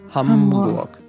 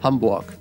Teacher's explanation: немецкий звук вот этот вот «ха» — это глухой, так сказать, глухая пара к украинскому Г.